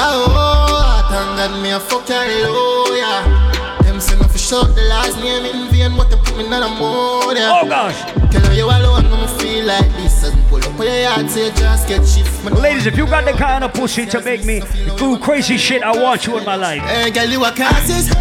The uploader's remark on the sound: A recording of my set at Island Saturdays on Jan 27th